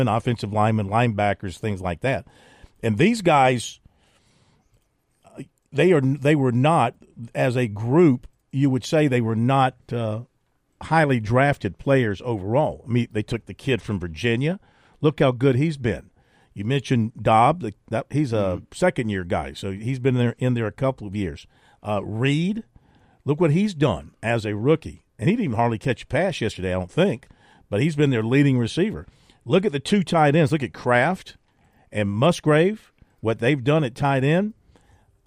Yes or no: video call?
no